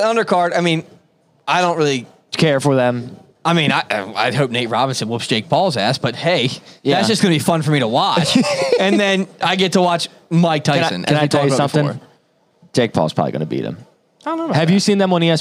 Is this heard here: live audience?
yes